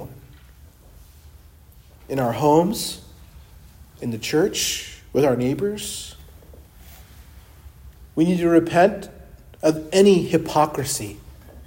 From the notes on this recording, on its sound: preached at Christ Our Savior Baptist Church